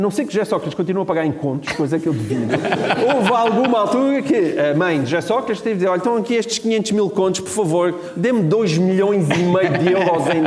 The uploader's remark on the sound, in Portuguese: A nossa estreia ao vivo